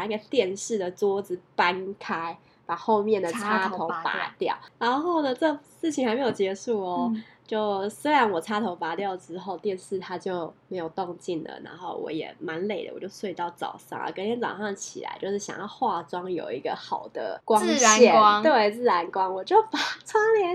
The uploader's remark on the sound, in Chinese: 這集因為忘記關空調有一點點小雜音！請見諒